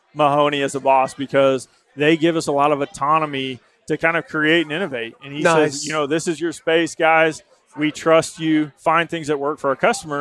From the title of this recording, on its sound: Live from the 2022 World Oil Awards